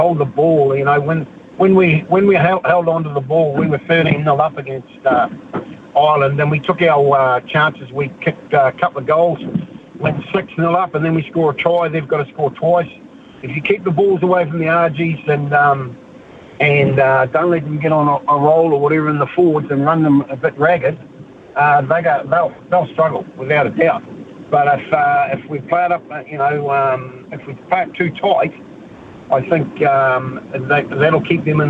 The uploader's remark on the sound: We've thrown the phonelines open for you to have your say